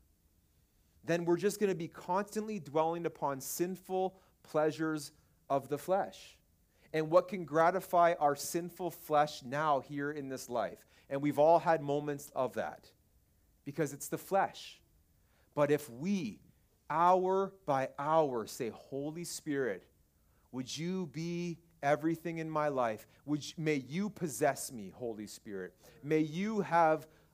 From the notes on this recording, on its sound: This message was preached at Freedom Life Church in Kitchener Ontario.